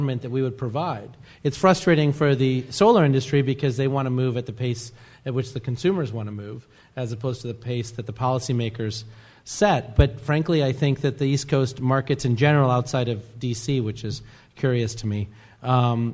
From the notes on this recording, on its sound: This week, we feature a live podcast from the MDV-SEIA Solar Focus 2013 conference in Washington, DC. The Gang took the stage. Many thanks to MDV-SEIA for inviting the Energy Gang for its first live show!